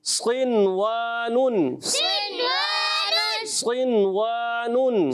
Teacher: تو وہی قاعدہ کہ نون ساکن بعد حرف یرملون اسی کلمے میں آ رہے ہیں، اظہار مطلق ہوگا، مطلقاً اظہار کر کے پڑھیں گے، غنہ نہیں کریں گے